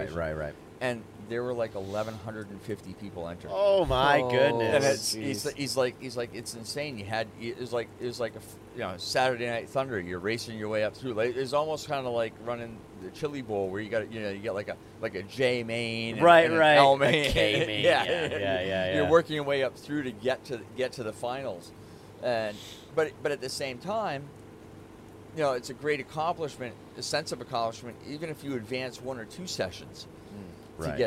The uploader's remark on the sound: LIVE (recorded) From Kartmania 2021. We even had an additional mic ready to go for anyone who wanted to sit down and talk to us.